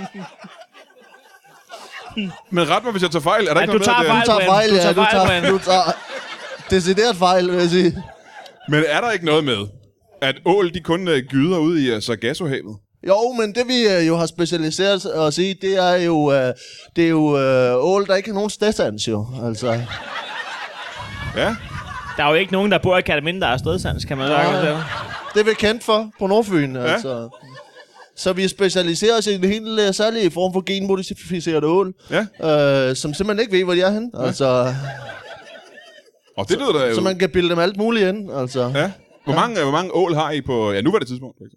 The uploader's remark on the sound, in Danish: LIVE fra Odsherred